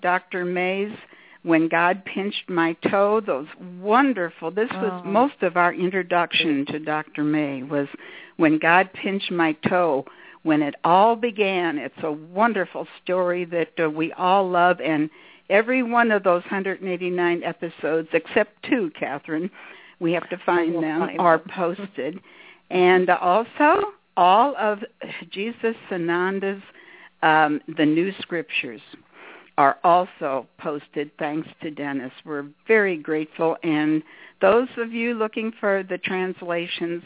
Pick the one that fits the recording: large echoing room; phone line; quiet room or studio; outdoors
phone line